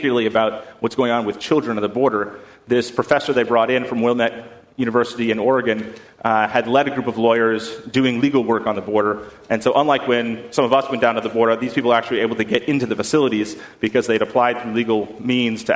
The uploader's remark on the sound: at First Congregational Church of Houston on September 15, 2019.